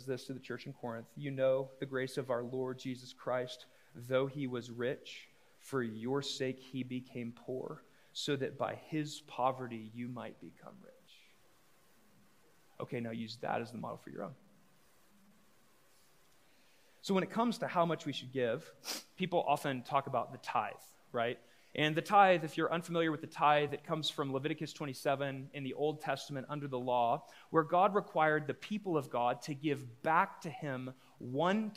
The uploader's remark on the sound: A live recorded sermon from the Sunday gathering at The Heights Church Denver on 02/19/23. The following episode is a live recorded sermon from the Sunday gathering at The Heights Church Denver.